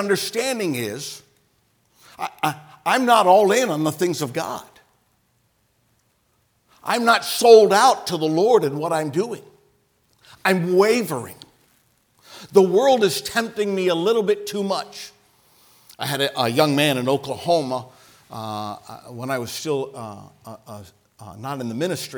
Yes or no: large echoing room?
yes